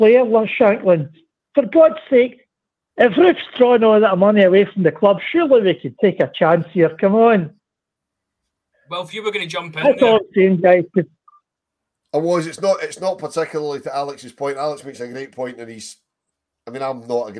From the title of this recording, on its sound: Rangers Rabble Phone